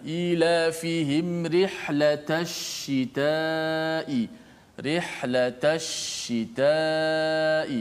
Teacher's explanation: tafasyi martabat yang paling tinggi terjadi pada huruf shin yang musyaddadah